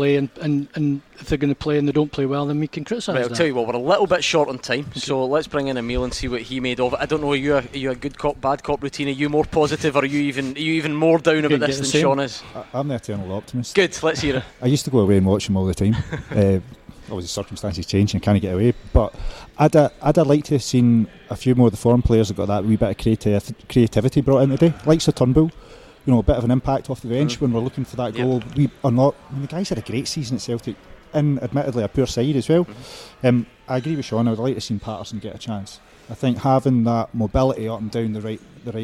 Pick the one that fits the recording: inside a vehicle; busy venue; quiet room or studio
busy venue